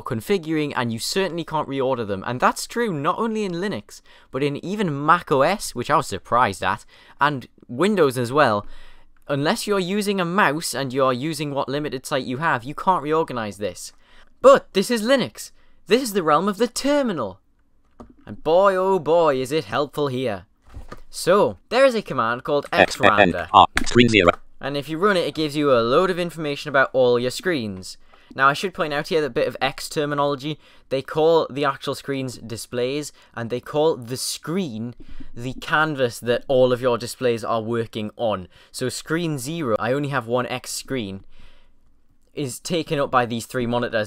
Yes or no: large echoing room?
no